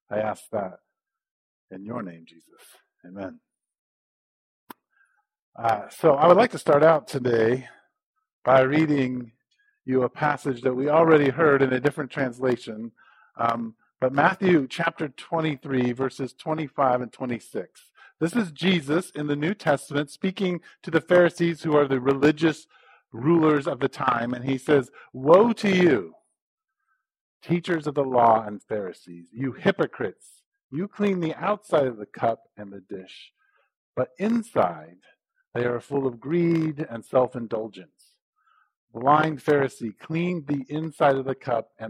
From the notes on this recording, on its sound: (AM Service). We apologize for the poor recording quality. We are in the process of fixing the issue.